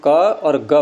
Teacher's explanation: घोष में अगर आपको पहचान करनी हो तो जैसे यहाँ हाथ रख करके हम क और ग बोले तो ग में आपको गुंजन जैसा दिखाई देगा, कंपन जैसा होगा, कुछ वाइब्रेशन होगा यहाँ पर हल्का सा, वो वाइब्रेशन क में नहीं होगा। तो जिनमें जिसमें वाइब्रेशन हो रहा है जिसको बोलते समय, उसमें घोष प्रयत्न होता है, एक गुंजन जैसा होता है।